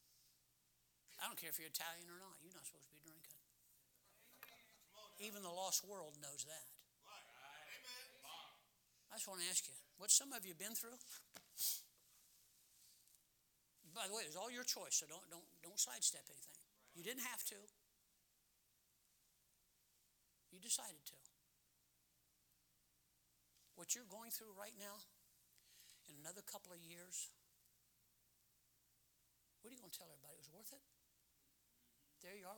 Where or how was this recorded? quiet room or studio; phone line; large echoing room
large echoing room